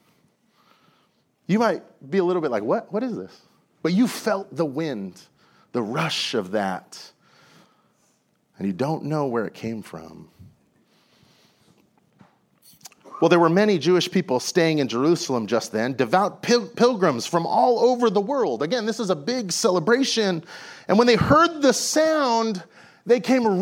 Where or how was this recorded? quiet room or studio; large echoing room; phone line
large echoing room